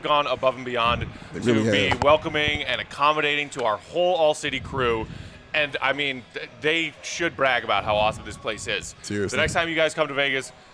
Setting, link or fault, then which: setting, busy venue